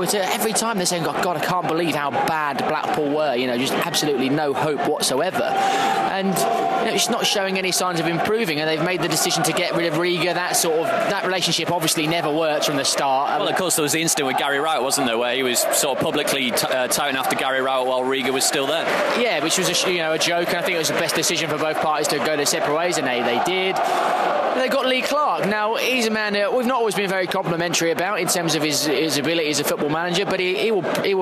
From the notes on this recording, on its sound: Live from Craven Cottage. Fans outside the ground.